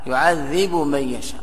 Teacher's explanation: أدغم الباء في الميم · Term: إدغام كبير